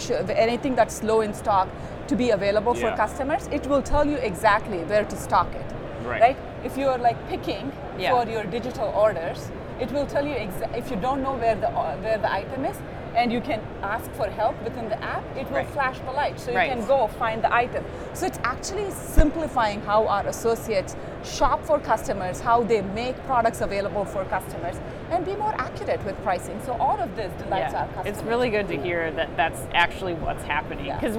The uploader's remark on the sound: Live From NRF 2024